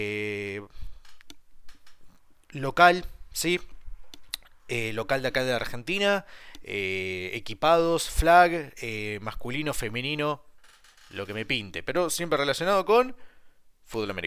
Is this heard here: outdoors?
no